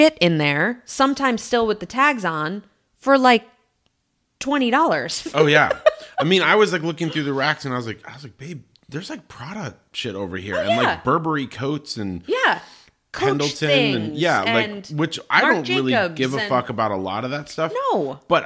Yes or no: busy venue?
no